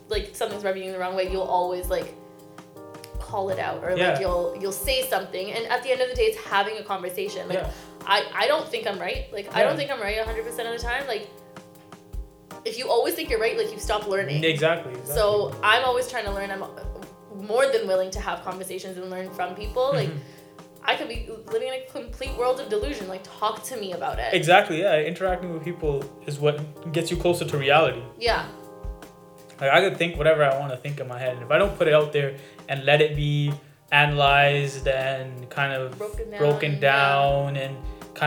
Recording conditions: background noise